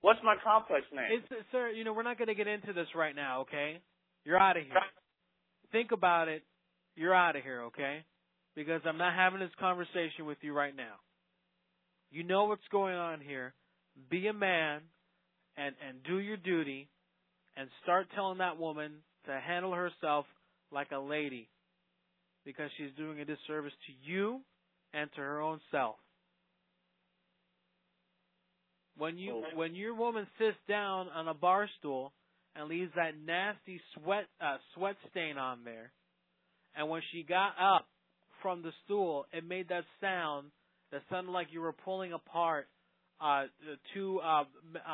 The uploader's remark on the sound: RBCP's Personal Prank Phone Calls Collection